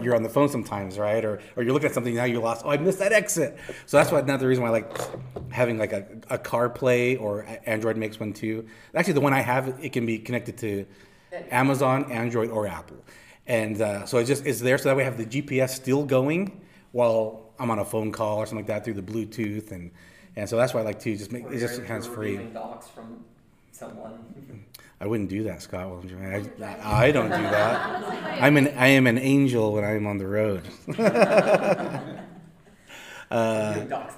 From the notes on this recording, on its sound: This is a live recording from one of my local notary meetups